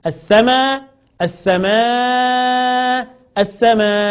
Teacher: قبلها ألف، القاعدة تقول إن أنا أحذف الهمزة أو إن أنا أبدل الهمزة حرف مد مع القصر والتوسط والإشباع